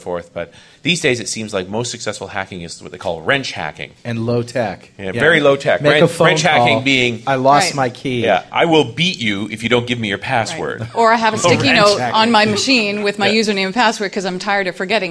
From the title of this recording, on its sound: Live in Dallas